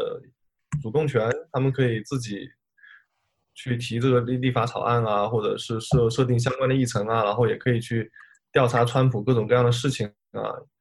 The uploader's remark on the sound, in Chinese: 本次播客又是由区块链媒体平台Matters组织策划的在线圆桌。将在线圆桌做简单后期处理。